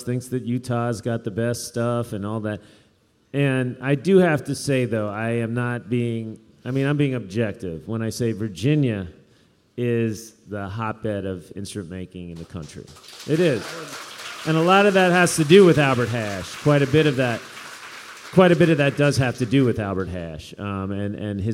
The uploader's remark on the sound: Workshop at the Richmond Folk Festival 2014